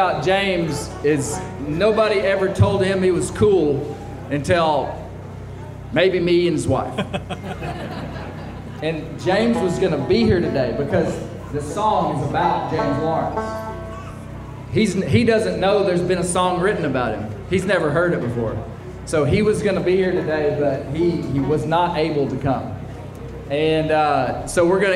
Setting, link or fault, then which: setting, busy venue